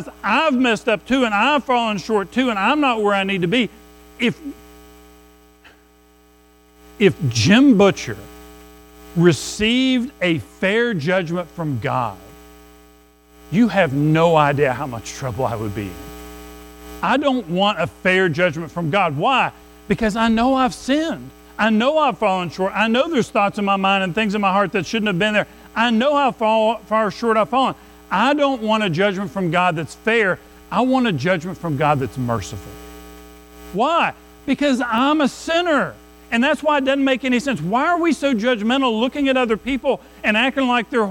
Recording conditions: large echoing room